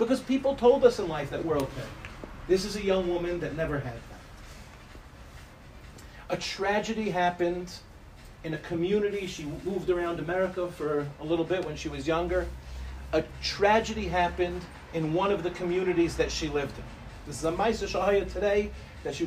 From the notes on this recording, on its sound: In this shiur, delivered to the Nshei of Rechavia